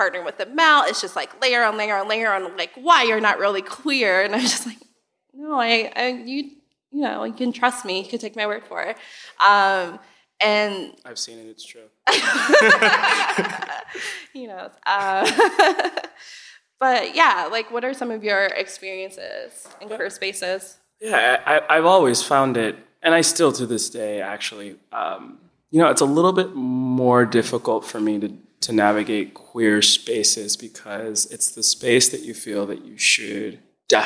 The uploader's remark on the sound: UnLearned did a live show! Thank you to the Chicago Podcast Festival for having us.